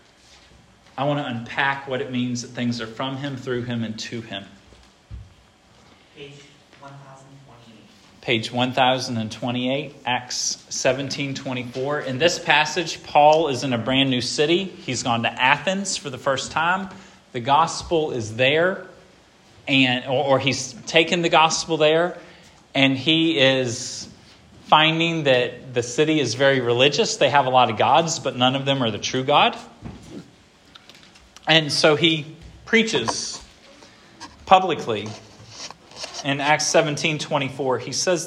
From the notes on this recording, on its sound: This sermon was preached at Hope Fellowship.